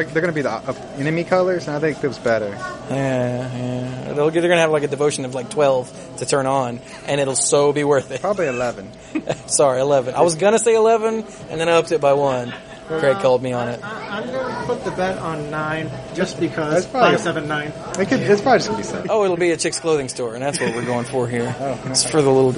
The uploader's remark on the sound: BotG Prerelease Field Recordings. Take the digital recorder to the Prerelease and record what’s going on while they’re there.